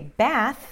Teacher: bath, singular, para falar sobre banheira, tem esse TH que só passa ar